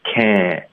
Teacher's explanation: 所以你发这个 a 的时候呢，同时会带一点点前鼻音